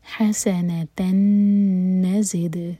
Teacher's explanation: تنوین کے بعد نون ادغام غنہ کے ساتھ. نزد زپ بزنگ ساؤنڈ اور دال پر قلقلہ.